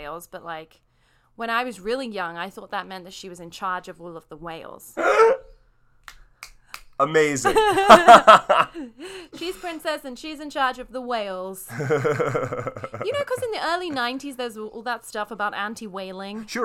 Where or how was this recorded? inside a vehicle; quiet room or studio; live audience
quiet room or studio